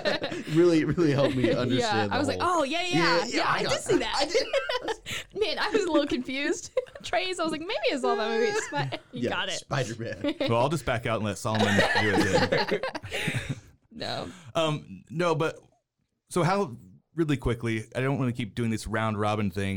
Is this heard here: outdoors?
no